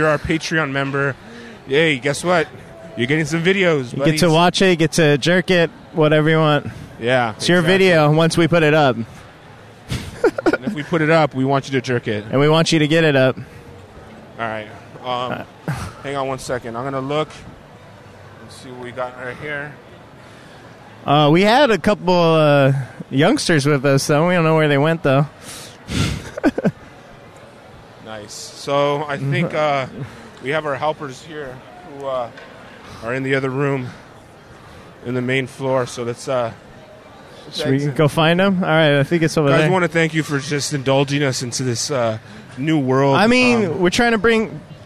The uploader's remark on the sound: LIVE from LA Comic Con